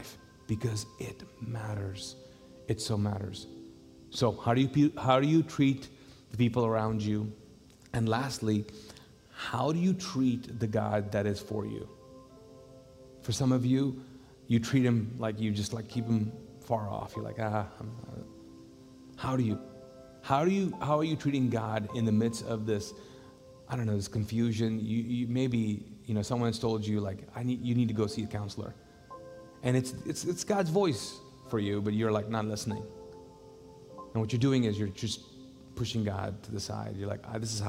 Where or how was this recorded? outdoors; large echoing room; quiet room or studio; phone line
large echoing room